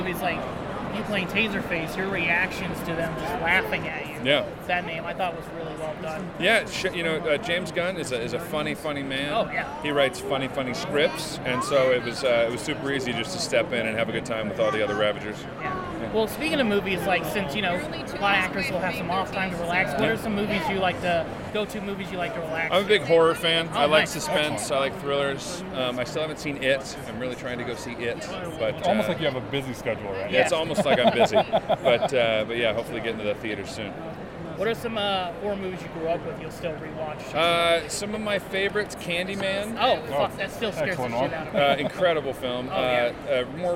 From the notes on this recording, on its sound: at Salt Lake Comic Con back in September in between his signing and panels